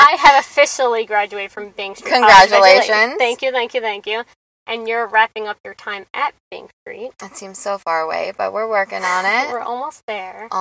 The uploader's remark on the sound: Small Mics. Big Car. Soft Smiles.